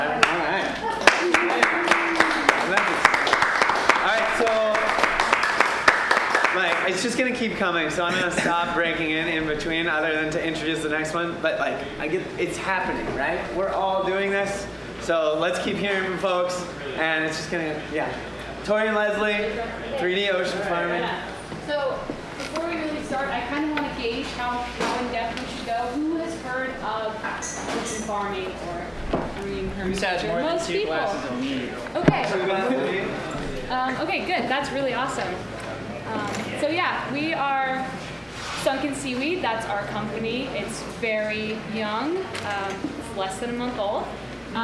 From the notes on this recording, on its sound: LIVE At Golden Coast Mead. This is the first time running through the 5 Steps to an Abundant Future in front of an audience & with local representatives of the 5 Steps speaking as well.